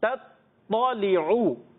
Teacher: دیکھیں تا اور تو پہلے ہم نے تا کی ادائیگی کرنی ہے پھر تو کو پر کرنا ہے